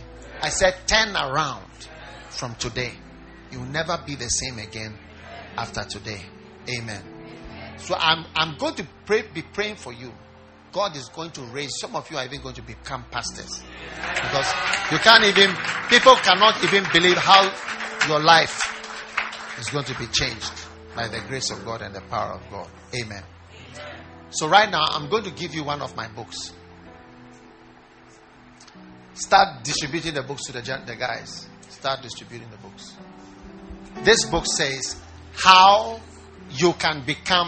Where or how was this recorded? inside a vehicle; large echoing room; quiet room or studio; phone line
large echoing room